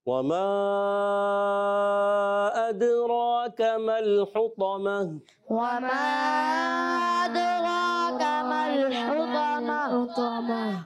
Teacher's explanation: جی ہاں، مد ہے، اس مد کو کھینچ رہا ہے، یہ کہتے ہیں اس کو مد منفصل۔ تو آپ نے کھینچنا ہے دو ڈھائی الف، یعنی چار یا پانچ حرکات کھینچ کر ادا کریں گے